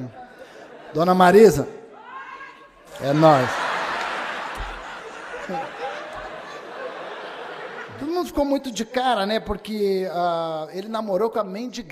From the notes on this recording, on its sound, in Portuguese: Show gravado no Teatro Gazeta.